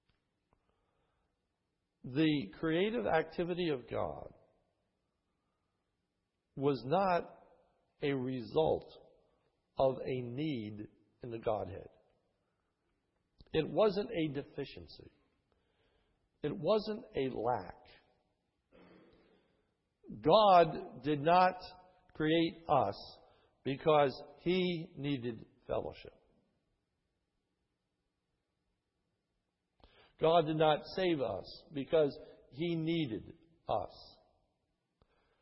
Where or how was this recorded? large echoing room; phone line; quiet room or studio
large echoing room